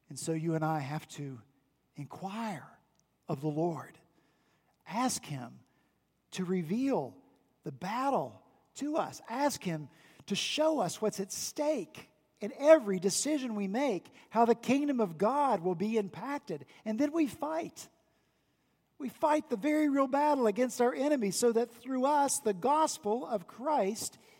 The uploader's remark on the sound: back in the pulpit this past Sunday, October 6, 2019, at Redeemer Presbyterian Church in Charleston, SC